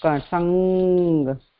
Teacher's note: संग कंठ और नाक से निकला.